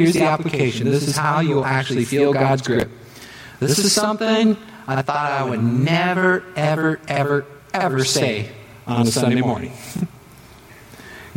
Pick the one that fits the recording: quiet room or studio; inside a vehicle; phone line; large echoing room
large echoing room